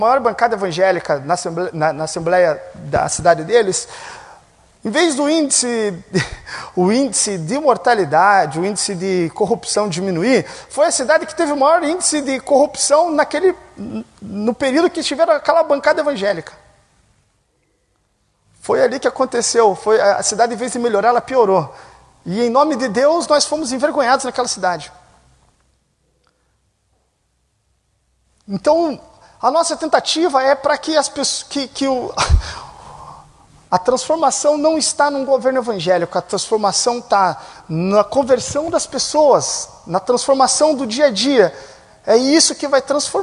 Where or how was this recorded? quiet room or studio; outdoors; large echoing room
large echoing room